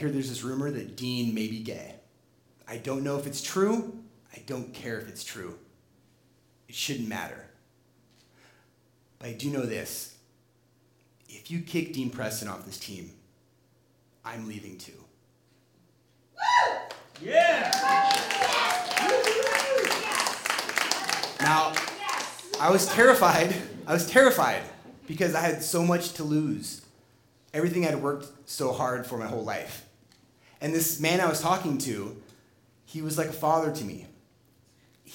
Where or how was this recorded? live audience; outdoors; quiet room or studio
live audience